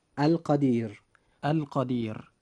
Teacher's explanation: حرف الراء جاء وقبله حرف من حروف اللين، وهو حرف الياء، لذلك وجب ترقيق حرف الراء عند نطقنا لهذه الكلمة، فنقول القدير القدير.